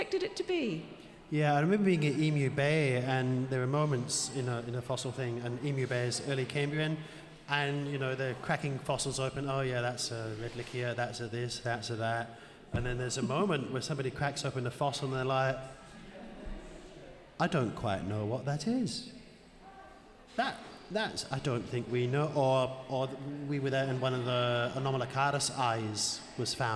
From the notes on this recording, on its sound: Recorded LIVE at the Western Australian Museum Boola Bardip. This episode was recorded during the Museum’s “Biggest Science Lab Ever” event during National Science Week.